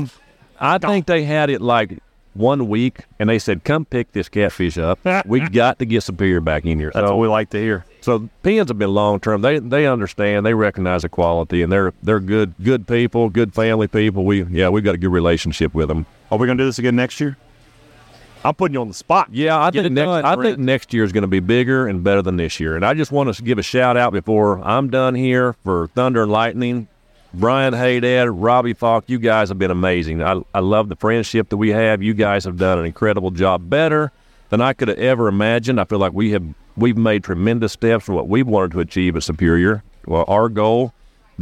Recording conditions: busy venue